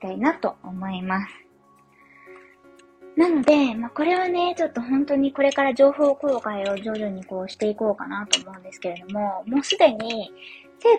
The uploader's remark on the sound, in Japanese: 雑音入り